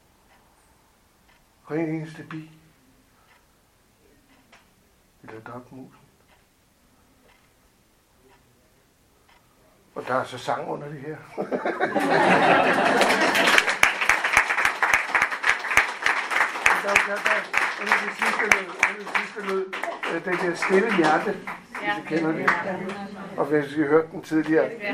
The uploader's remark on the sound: 3. festivaldag i Global Art Gallery i Vanløse 2021. Lyt med på denne live-optagelsen fra 3. Spontan publikumskommentar.